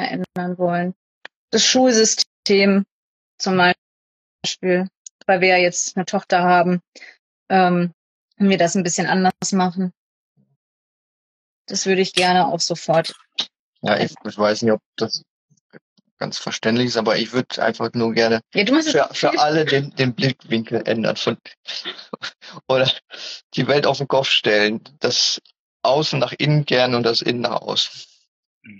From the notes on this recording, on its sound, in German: auf Instagram-Live